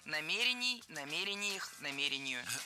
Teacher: Ударение в этом слове ставим на второй слог и не меняем это ударение при изменении слова.